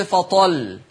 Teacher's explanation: نلاحظ من اللفظ السابق أن اللام مضمومة ومسبوقة بطاء مفتوحة، إذا لا تغليظ لورش في اللام لأنها مضمومة · Term: اللام مرققة